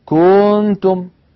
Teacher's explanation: هذه المطة الزائدة ولدت من ضمة الكاف واوا، أي زادت حرفا، زادت حرفا في التلاوة. · Term: التمطيط